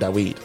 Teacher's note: Vav is pronounced as a Wah. So it's not King David, it's King Dawid.